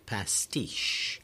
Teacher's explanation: the second syllable of that word, pastiche, T-I-C-H-E, is the one that's stressed